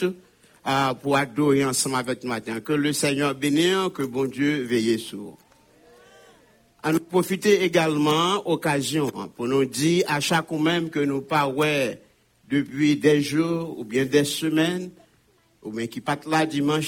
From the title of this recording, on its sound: Sunday Service Live